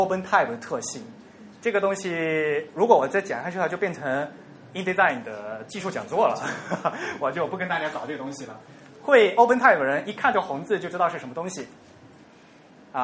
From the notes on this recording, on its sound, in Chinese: 于 7 月 16 日在同济大学中芬中心开讲。本期节目为现场录音的精选剪辑版。